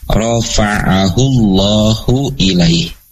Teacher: Contohnya lafadznya bal dengan rafa'ahullahu ilaihi. Jadi lamnya sudah tidak ada tetapi masuk ke dalam huruf ra. · Term: idgham